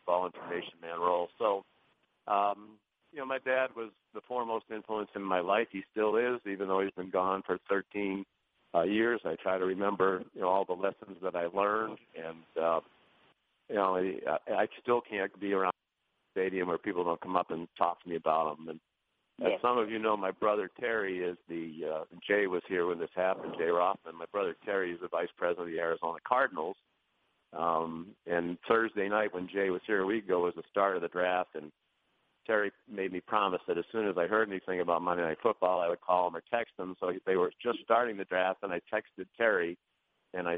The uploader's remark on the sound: A complete recording of the conference call between the media and ESPN's.